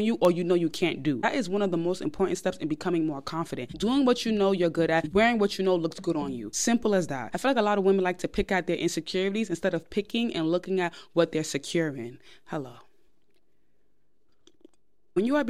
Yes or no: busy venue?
no